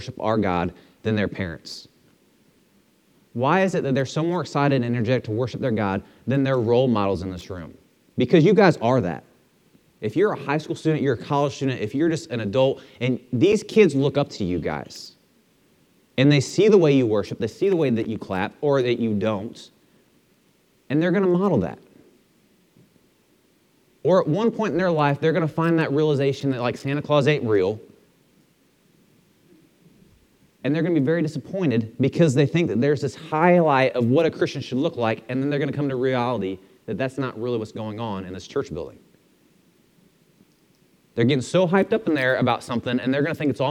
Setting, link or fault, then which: setting, large echoing room